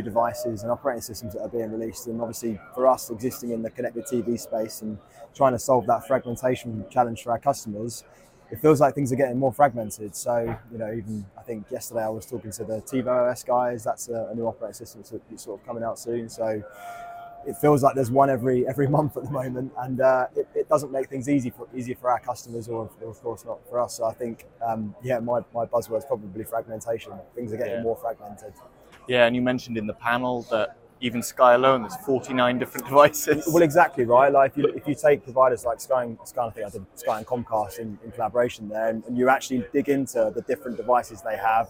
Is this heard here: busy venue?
yes